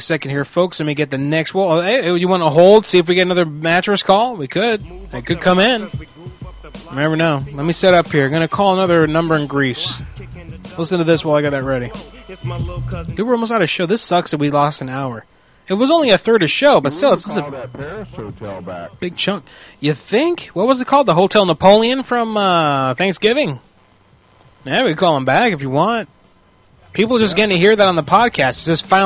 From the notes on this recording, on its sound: Prank Phone Calls Collection